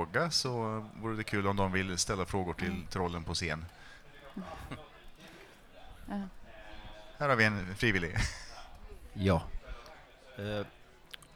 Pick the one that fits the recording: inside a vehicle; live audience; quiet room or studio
live audience